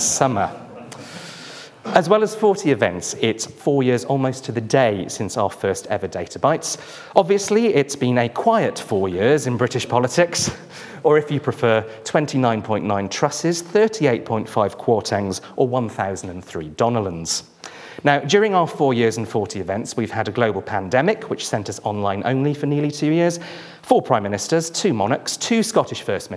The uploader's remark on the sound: Our latest event, the 40th in our series, was a justice special, where the speakers presented their work in an exciting, quickfire format. Each speaker had eight minutes, followed by eight minutes of questions from the audience.